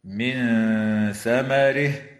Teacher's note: تخفى النون الساكنة عند الثاء مع الغنة المرققة في قوله تعالى: من ثمره، وتوصل الهاء من كلمة ثمره حال الوصل بياء، وتمد هذه الياء بمقدار 4 أو 5 حركات وصلا، وتمد الألف في قوله تعالى: إذا أثمر بمقدار 4 أو 5 حركات من قبيل المد المنفصل.